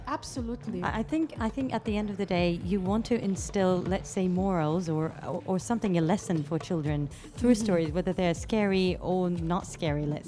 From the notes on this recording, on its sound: Live from SHD 2023